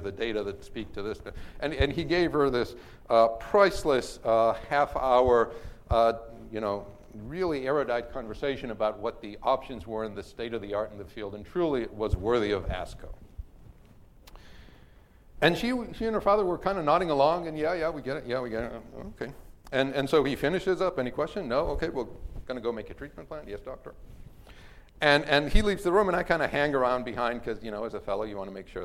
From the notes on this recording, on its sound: first recorded at the 7th annual Chief Medical Officer Summit